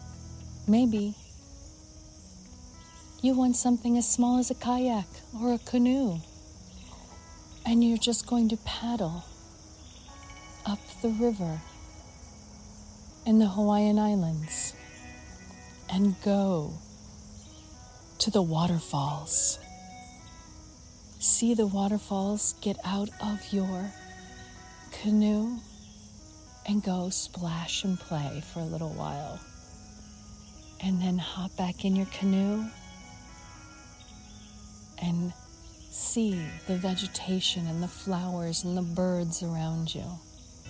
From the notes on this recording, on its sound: Walk and Talk